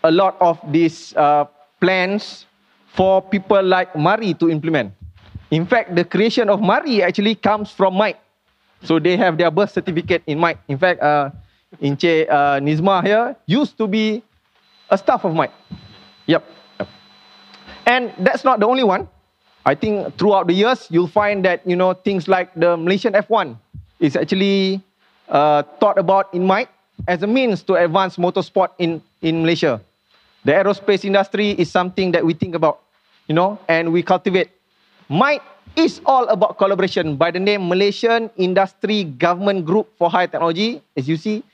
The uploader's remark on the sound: LIVE KEYNOTE. This podcast is recorded during the Symposium on Academia Industry Collaboration organised by SMRI UiTM, MARii and KPM on 24 Sept 2019, in Shah Alam.